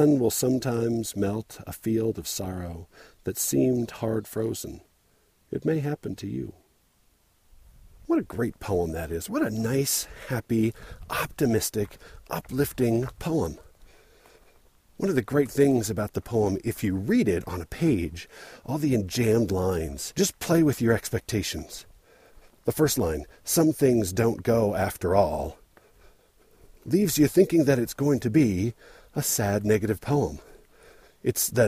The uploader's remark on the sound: I recorded this while trying to find my way to the right trail, which eventually required a little off-trail bushwhacking.